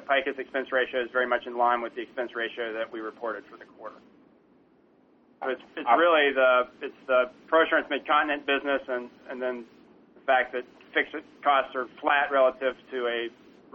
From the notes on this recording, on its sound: ProAssurance Earnings Conference Call